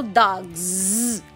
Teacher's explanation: o vozeamento do S em final de palavra